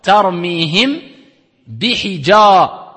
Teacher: Quand on dit al-runna kamila, c'est une runna, nasalisation claire de deux temps. Claire.